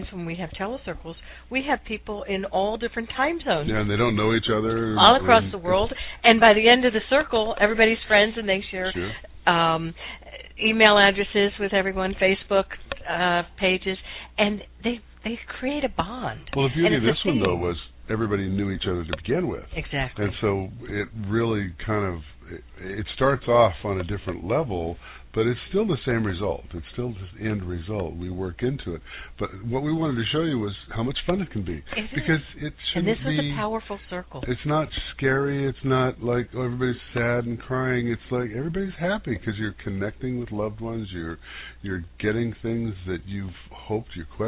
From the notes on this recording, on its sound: Pre-recorded show - no live calls tonight. With the permission of all participants from Pahrump, NV, we are sharing their emotional TeleCircle. This was a private event where all 6 women were friends or relatives. A TeleCiircle is an event where 6 people call into our conference line and have readings up to 10 minutes each.